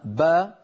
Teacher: خرجت الباء من الشفتين بالتباعد · Term: الحرف المتحرك